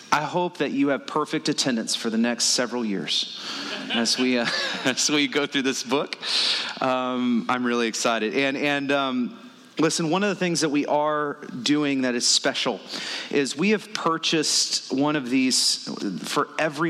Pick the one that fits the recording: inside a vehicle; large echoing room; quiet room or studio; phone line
large echoing room